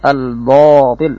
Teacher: bacaan yang seharusnya dibaca tipis tapi dibaca dengan tebal · Term: tafhim ma yurakkad